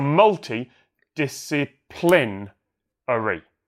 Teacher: You got to land on the first and fifth syllable of a seven-syllable word, and I think that's just really confusing because you've got that long string of unstressed syllables in the middle.